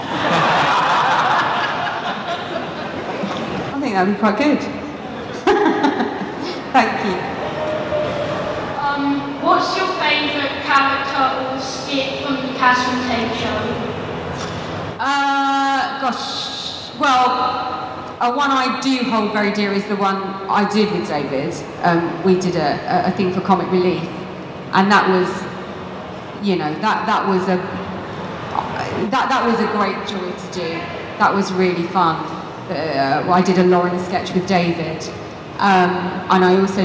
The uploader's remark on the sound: from the MCM expo in London, May 2017